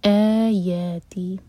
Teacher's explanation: واتخذو اور ذو مد منفصل ہے، چار حرکہ لمبا. آیاتی، آ مد بدل دو حرکہ لمبا